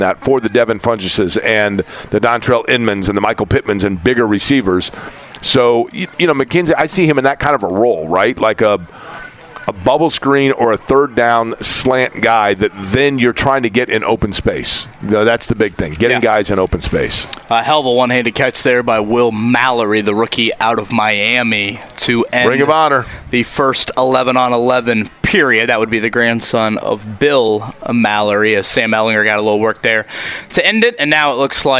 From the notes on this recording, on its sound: LIVE AT COLTS CAMP! Camp practice underway.